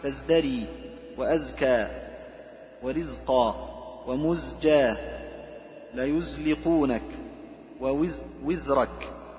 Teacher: والزاي يتحفظ ببيان جهرها لا سيما إذا سكنت